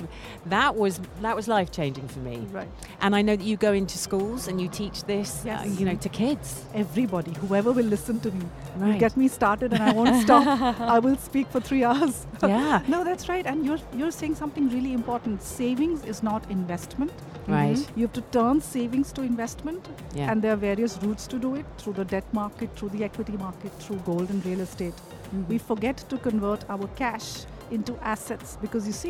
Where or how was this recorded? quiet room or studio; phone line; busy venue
busy venue